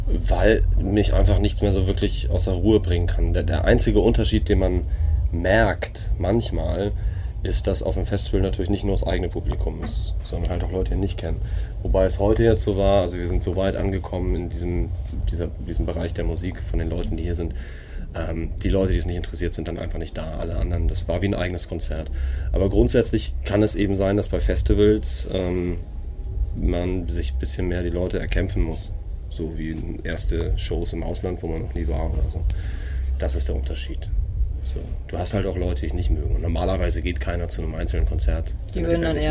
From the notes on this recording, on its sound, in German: beim Amphi Festival 2017 interviewt